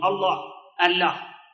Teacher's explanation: إذا سلبنا عنه التفخيم نقرأ مثل الإيرانيين الله، الله